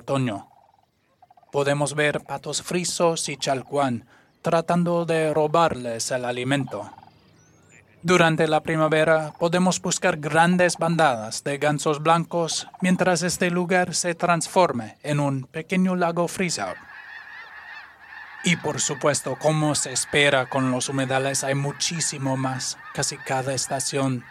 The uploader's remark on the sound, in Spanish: Y los del Lago Helena, en el Estado de Montana, EE.UU., no son ninguna excepción. Este episodio incluye una variedad de sonidos ambientales que grabé, todos en el Lago Helena o en otros lugares del Valle de Helena. Al inicio puedes escuchar una grulla gris ( Antigone canadensis ) acompañada por muchísimas aves cantoras.